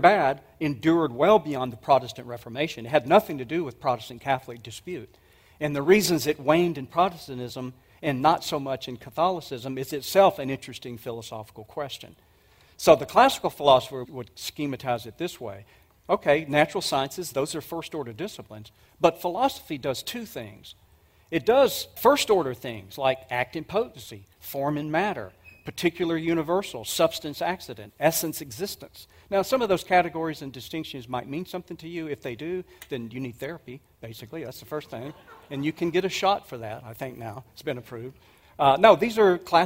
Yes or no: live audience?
yes